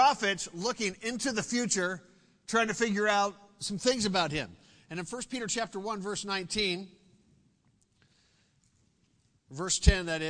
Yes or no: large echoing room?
yes